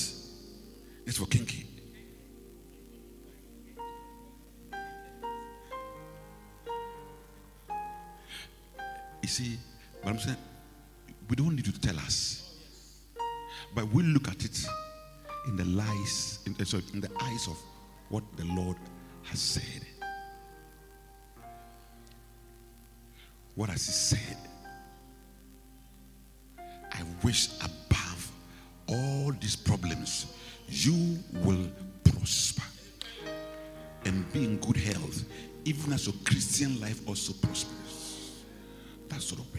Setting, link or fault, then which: setting, large echoing room